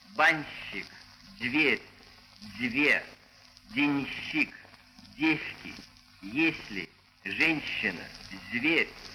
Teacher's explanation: Согласные зубные «д», «т», «с», «з», «н», а также «р» и «ф» перед мягкими согласными обычно произносятся мягко.